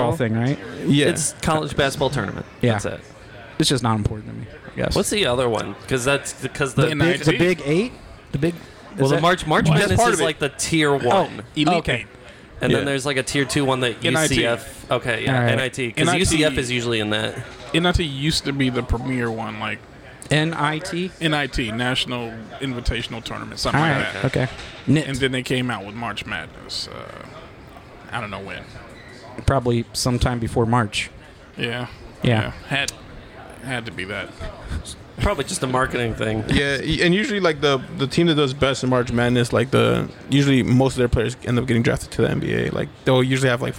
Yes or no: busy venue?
yes